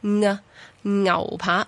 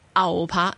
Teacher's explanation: 用个鼻音声母读个牛字 · Shown in: first take · ，牛扒，咁就唔好就咁读牛扒。如果牛扒嘅话呢，又系啲气呢直接喺个喉咙嗰度出嚟。而个牛字呢嘅声母呢度冇打错嘅。倒转个 A 加个 U 呢就系欧咁嘅音，但系佢话系第四声，所以我哋又试一次调声啦。欧欧欧欧欧欧欧，第四声呢就系牛咁嘅音啦吓，但系咧呢个牛字就写唔到